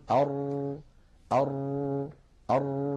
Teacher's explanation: فإذا نقول أر نجد بأن اللسان فيه شيء من الارتجاف · Term: تكرير